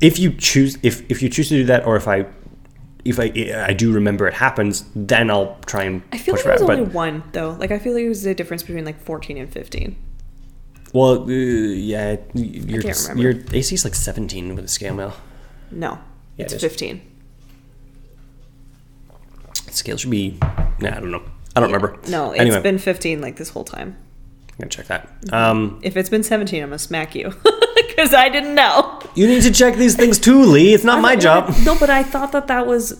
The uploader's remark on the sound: Sorry about the echoes!